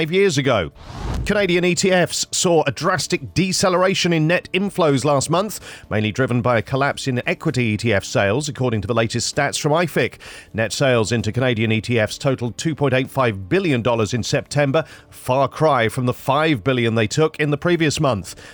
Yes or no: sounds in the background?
no